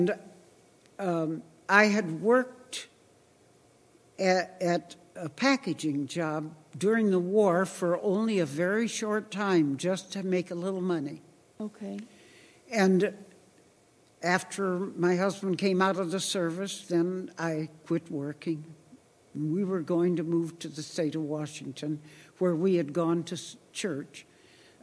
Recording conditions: large echoing room